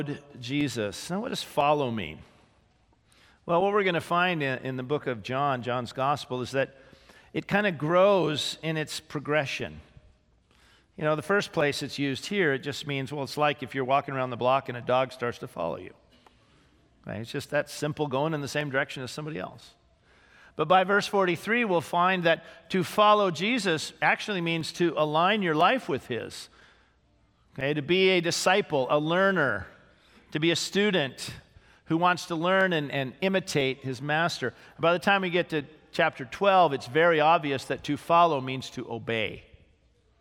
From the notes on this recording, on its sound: This sermon was originally preached on May 6, 2018, at Grace Baptist Church in Santa Clarita, CA